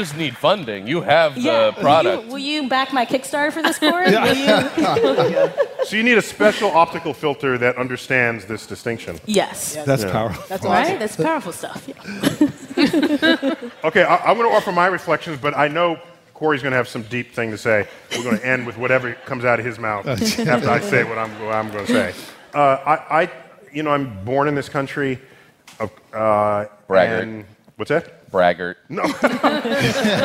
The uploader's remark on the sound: StarTalk Live! at the Apollo. StarTalk’s night at the historic theater in Harlem concludes with some surprises.